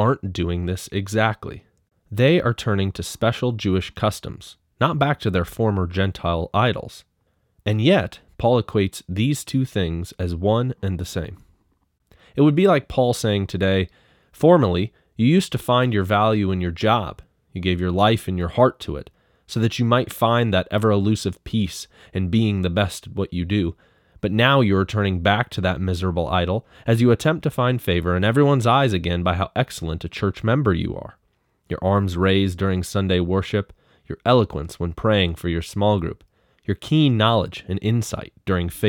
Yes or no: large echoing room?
no